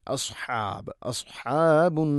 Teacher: സാദ് സ്വരഭാരത്തിൽ ഉച്ചരിക്കേണ്ട അക്ഷരമാണ്. നാവിൻ്റെ മദ്യം അണ്ണാക്കിലേക്ക് ഉയർന്നു നിൽക്കണം. ഇസ്തിഇല ആണ്.